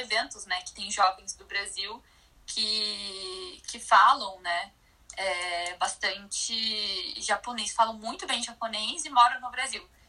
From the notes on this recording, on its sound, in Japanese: インスタグラムライブの音声です。